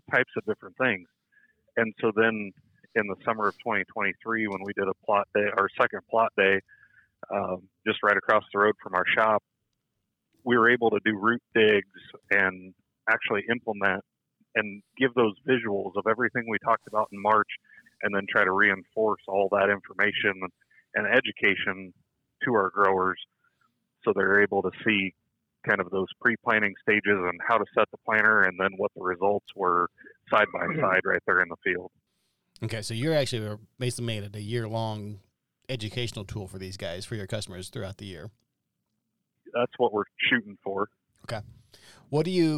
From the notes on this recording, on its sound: a phone call